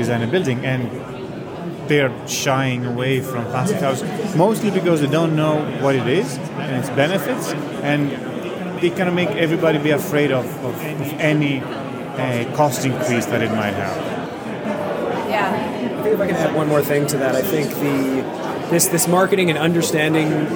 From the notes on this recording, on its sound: recorded at the Passive House Network Conference